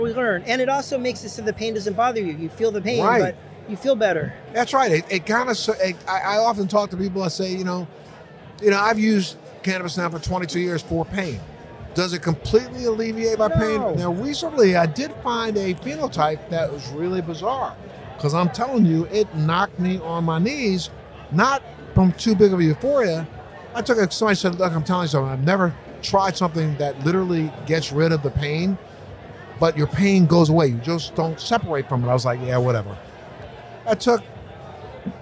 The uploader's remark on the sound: ON LOCATION, BOSTON. On location at NECANN in Boston.